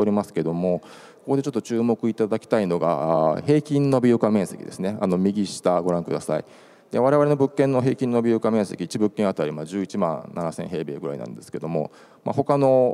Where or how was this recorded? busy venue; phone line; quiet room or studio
busy venue